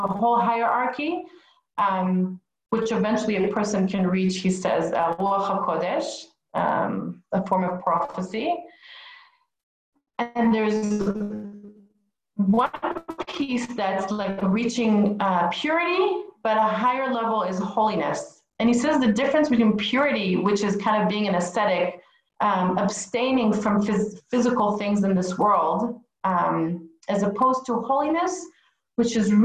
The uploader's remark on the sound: Zoom Class